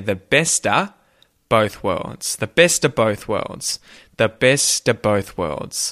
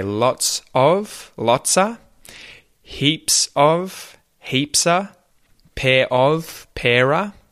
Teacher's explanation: So, for example, if I was to say the best of both worlds, but incredibly quickly and like a native, I would say the besta both worlds, the best of both worlds, the best of both worlds. So the of turns into just an ah or an er sound that links best of both, best of both.